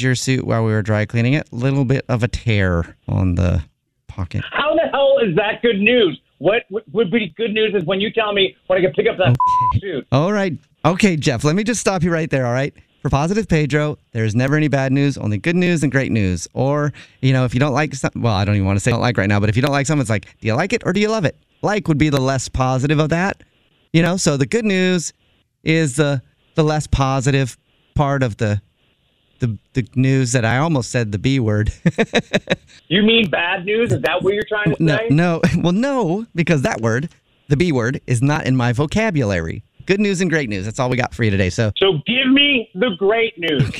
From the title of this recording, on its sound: Phone Prank